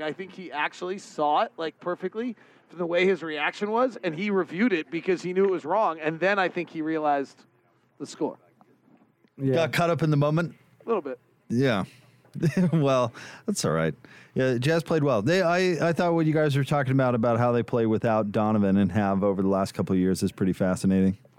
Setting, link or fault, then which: setting, busy venue